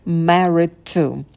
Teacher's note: этот «д» пропадает, мы его не произносим.